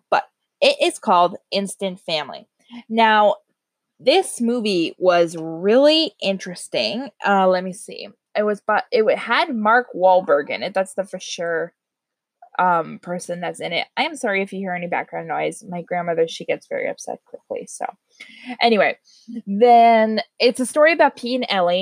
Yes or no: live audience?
no